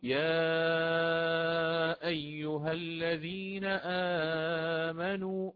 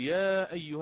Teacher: فإمام ورش يقرأ المد المنفصل بالإشباع ست حركات قولا واحدا، فيقول يا أيها الذين آمنوا، فيقول يا أيها بالإشباع.